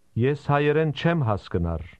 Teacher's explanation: Did you hear how the speaker stressed the end of those words?